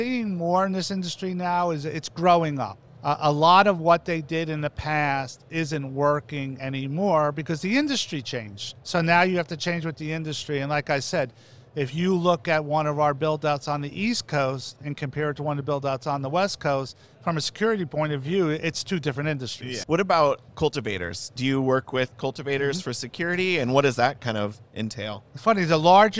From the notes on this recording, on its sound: Live from MjBizCon 2022!